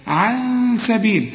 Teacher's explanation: النون هنا لازم تغن ونخفيها علشان السين دي من حروف الإخفاء، عن سبيل، لكن ما تخليش لسانك يضرب في حلق بقك وتقول عن سبيل، لا عن سبيل، أمال اسمه إخفاء ليه؟